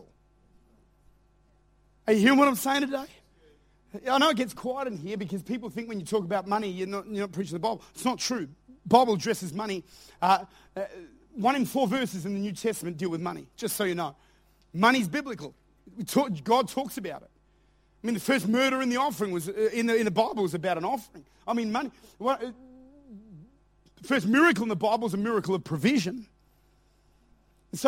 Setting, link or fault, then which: setting, large echoing room